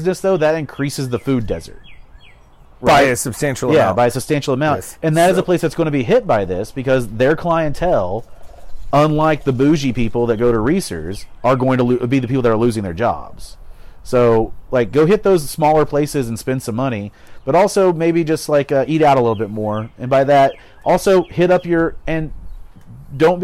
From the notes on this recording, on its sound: They’re out on the patio today. The audio quality is a bit lower than normal due to the outdoor recording.